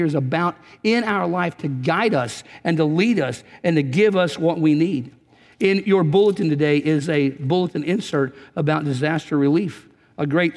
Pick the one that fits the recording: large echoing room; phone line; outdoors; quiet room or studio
large echoing room